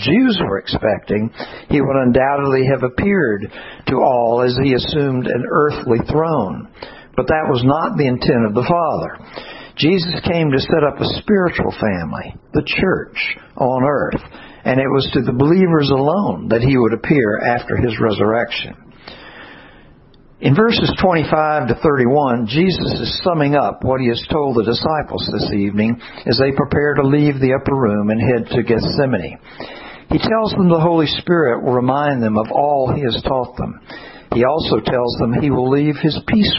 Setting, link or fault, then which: setting, large echoing room